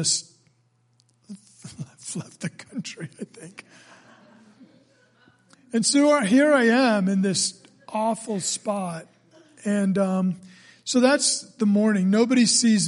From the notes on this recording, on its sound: during service at The Anchor Church in Rockport, Maine.